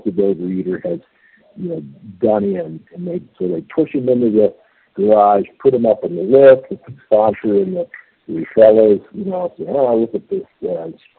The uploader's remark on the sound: 100 Pounders Phone Meeting